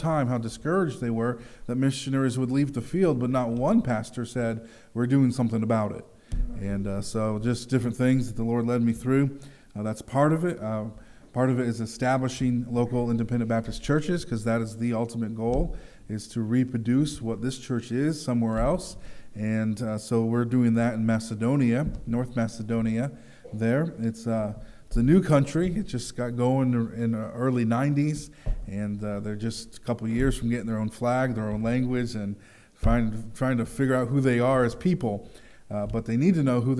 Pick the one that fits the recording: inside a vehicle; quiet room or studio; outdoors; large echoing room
large echoing room